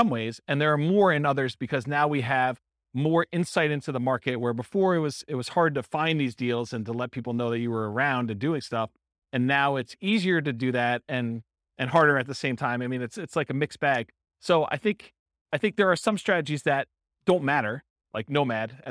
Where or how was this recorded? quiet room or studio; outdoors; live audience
live audience